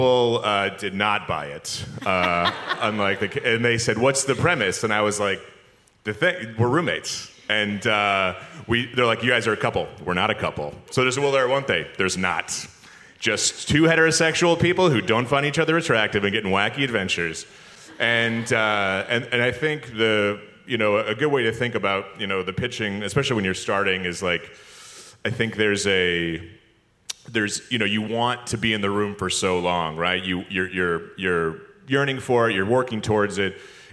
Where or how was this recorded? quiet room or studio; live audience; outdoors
live audience